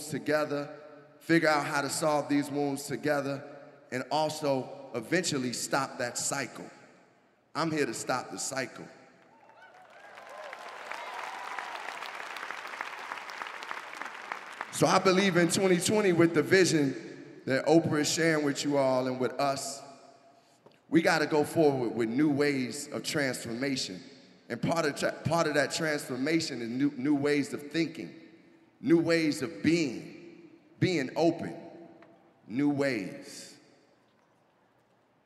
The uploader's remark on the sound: Talks in front of a live audience in Denver.